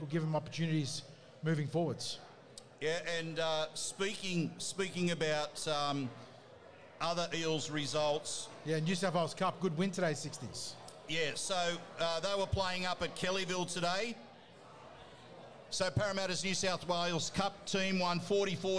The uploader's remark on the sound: live from Jacks Bar & Grill at Parramatta Leagues Club